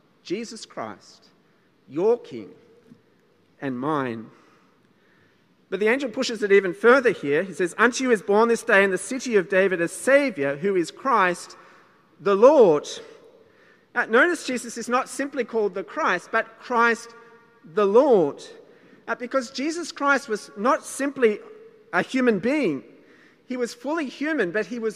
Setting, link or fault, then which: setting, large echoing room